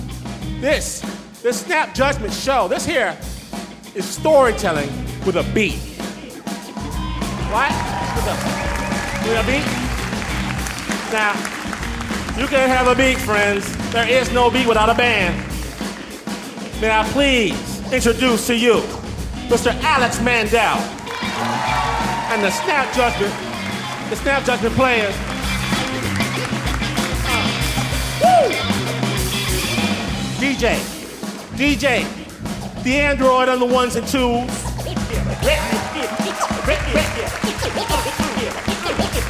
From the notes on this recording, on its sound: As they unveil their darkest secrets before a screaming audience at San Francisco's Brava Theater. Snap Judgment, LIVE!